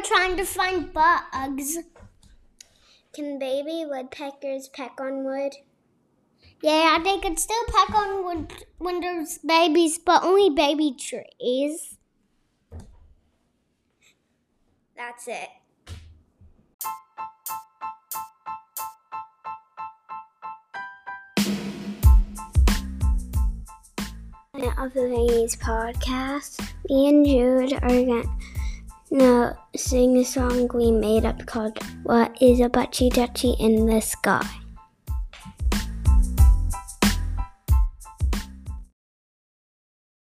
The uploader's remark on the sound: This episode is kinda glitchy because Anchor wasn't working great.